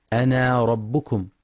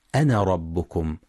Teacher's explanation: يخطئ من يقرأ أنا ربكم بإثبات الألف بعد النون أنا ربكم، والصواب حذفها وصلا · Shown in: second take